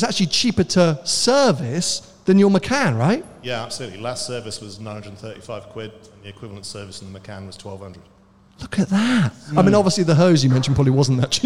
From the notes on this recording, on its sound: live from Vines of Gatwick BMW